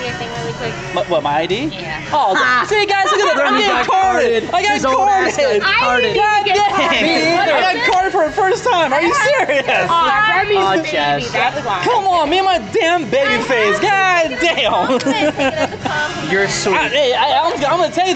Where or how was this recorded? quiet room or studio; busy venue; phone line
busy venue